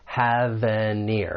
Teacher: You have the three words, have an ear. We can link them together, those final consonant sounds with the beginning vowel sound. · Term: linking